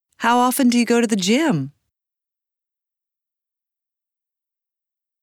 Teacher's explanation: Notice how the words Jim and lot are stressed. Notice how the voice falls on Jim and rises on lot. · Term: Stress and intonation in questions, intonation